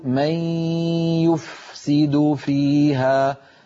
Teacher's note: فلما نقول من يفسد فيها لابد أن نبين الفاء، لابد أن نبين الفاء عند السين وأن يكون صوتها واضح